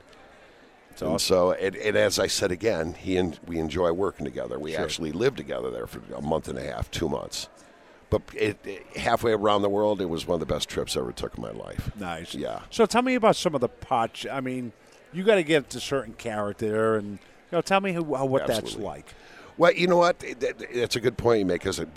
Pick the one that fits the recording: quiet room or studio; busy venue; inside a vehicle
busy venue